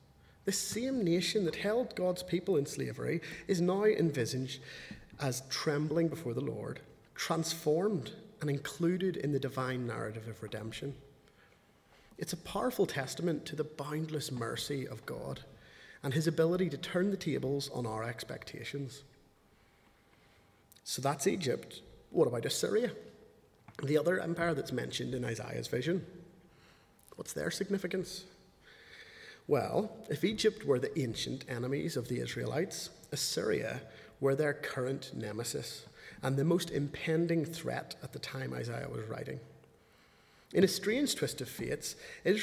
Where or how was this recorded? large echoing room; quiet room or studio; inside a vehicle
large echoing room